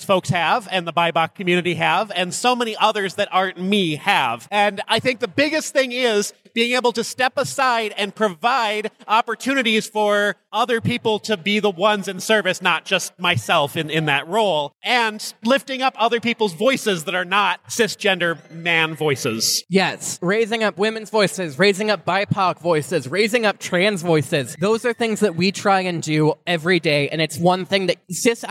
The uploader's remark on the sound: We were invited to record live at Trans Day of Visibility in Duluth on March 31, 2023.